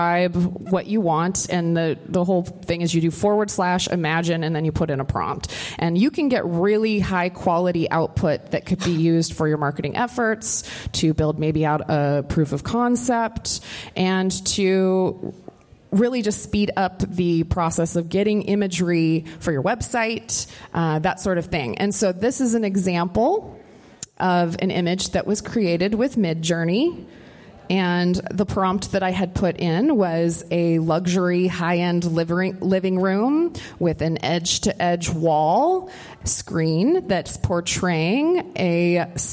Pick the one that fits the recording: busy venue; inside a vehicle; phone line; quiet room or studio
busy venue